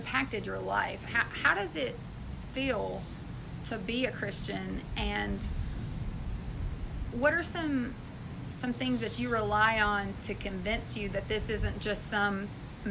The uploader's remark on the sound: From the front porch, amidst the sounds of the wind, lawnmowers, birds, cats, and cars.